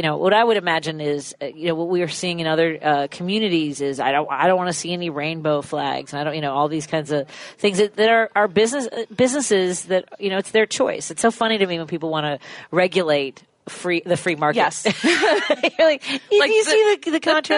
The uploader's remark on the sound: live at the Kenosha Comedy Club at Wyndham Garden Kenosha Harborside